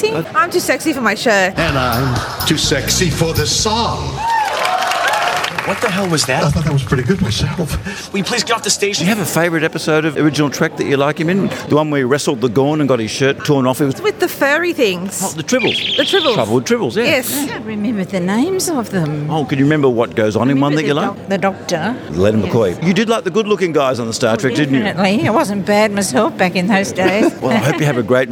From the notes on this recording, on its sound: the frankly overexcited crowd that came from far and very wide to see his live solo show at The State Theatre in Sydney in October 2018